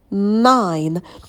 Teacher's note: На звуке «н» кончик языка идет на альвеолы. Потом у нас дифтонг «ай».